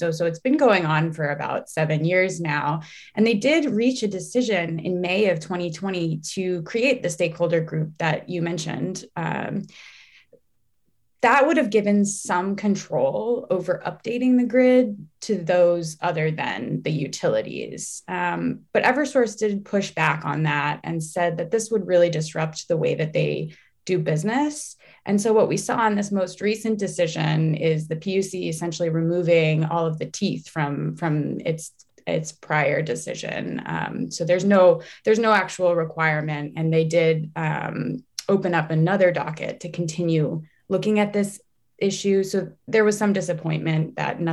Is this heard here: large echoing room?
no